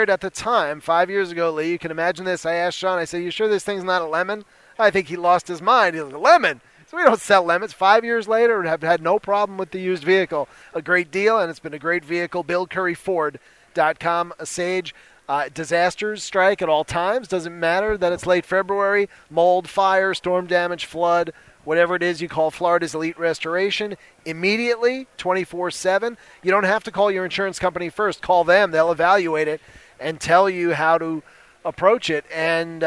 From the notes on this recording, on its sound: Live at the NFL Scouting Combine.